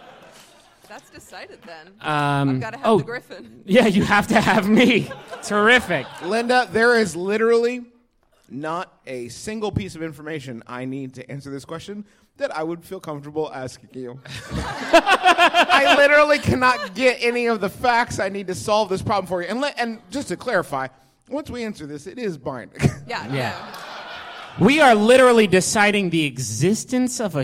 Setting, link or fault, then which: setting, live audience